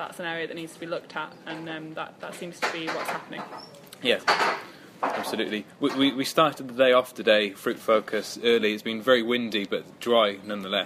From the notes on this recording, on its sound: Report live from Fruit Focus 2015 in Kent.